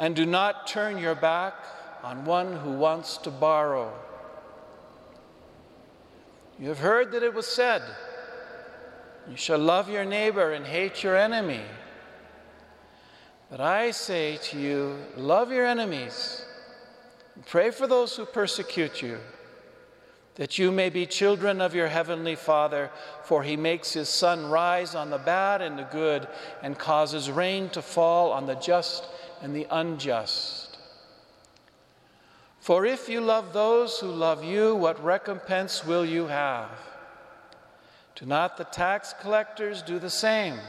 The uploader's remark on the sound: Homily delivered to the Saint Francis Assisi Catholic Community in Cuenca, Ecuador, Iglesia de San Francisco